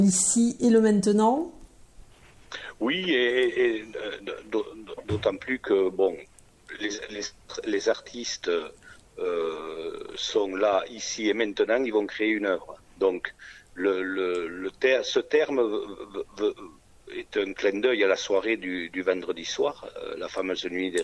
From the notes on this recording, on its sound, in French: Entretien téléphonique